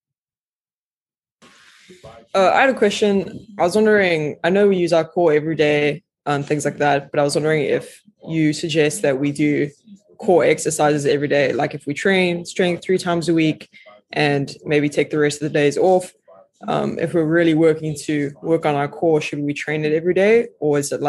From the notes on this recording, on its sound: This is the audio recording from a free virtual seminar we hosted with guest speaker.